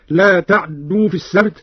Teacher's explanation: قرأ قالون: لا تعدوا في السبت بإسكان العين واختلاسها هكذا